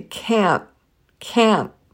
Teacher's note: Sometimes Canadians will drop the T and say can't, can't.